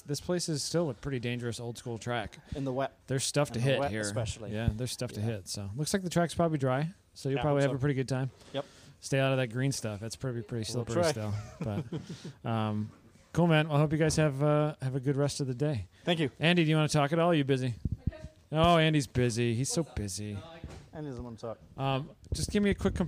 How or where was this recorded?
busy venue